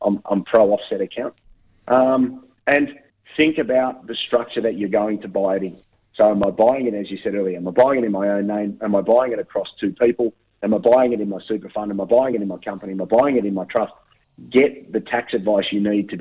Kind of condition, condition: link, phone line